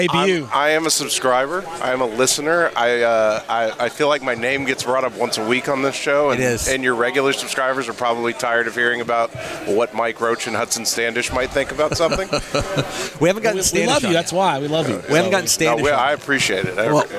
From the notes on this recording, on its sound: Live on tape from the 2023 Texas High School Coaches Association Coaching School and Convention in Houston